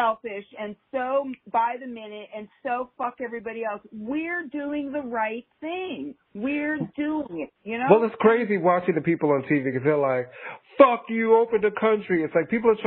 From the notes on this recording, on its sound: recorded via phone